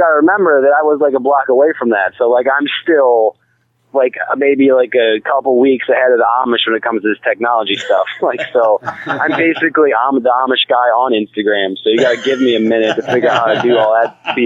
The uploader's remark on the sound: on the phone